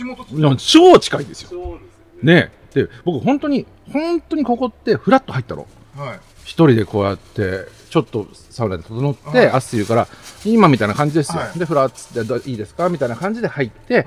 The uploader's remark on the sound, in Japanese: 今週は初のサカバ収録。新橋駅前ビル2号館の 工藤軒 さんにお邪魔して、ほろ酔いトークを繰り広げております。